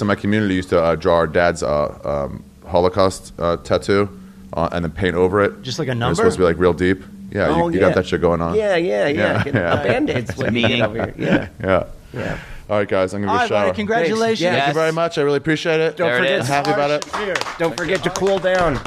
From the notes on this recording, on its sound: put together a podcast in Phoenix, AZ at The All Things Comedy Festival